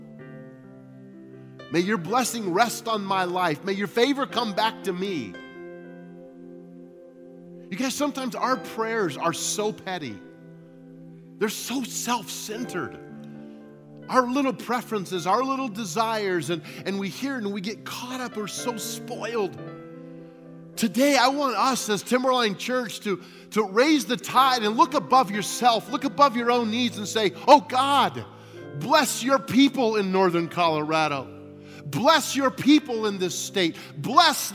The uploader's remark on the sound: At Timberline Church - Audio. Live.